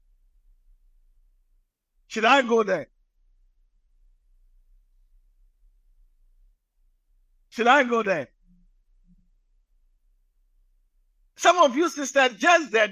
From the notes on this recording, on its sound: message preached at the Living Waters Cathedral